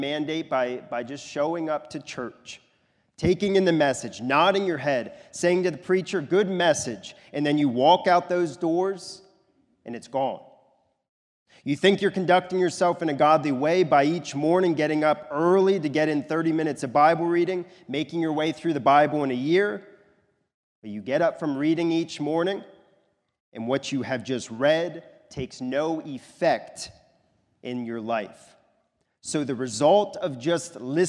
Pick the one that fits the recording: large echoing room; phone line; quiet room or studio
large echoing room